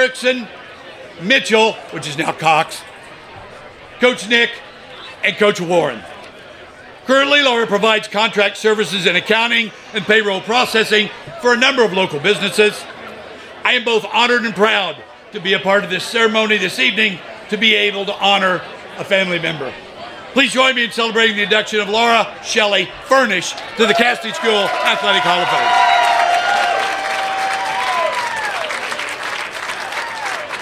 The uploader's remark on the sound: An audio recording of Casady School's 2022 Athletic Hall of Fame Induction, which took place on September 30, 2022.